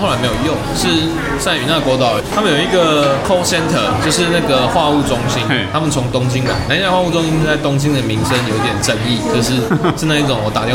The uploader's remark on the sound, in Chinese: 本集白噪音指數：暴風級 5/5。錄音地點： Supranormal Bakery Cafe 赤峰店。